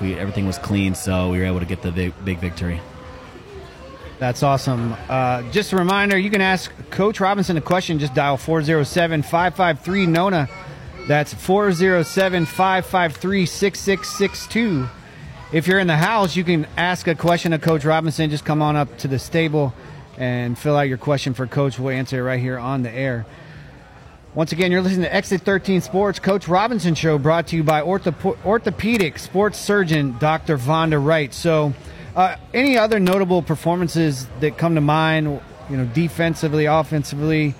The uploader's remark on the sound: Live at Lime Fresh Mexican Grill. At Lime Fresh Mexican Grill on Narcoossee just south of Lake Nona High School.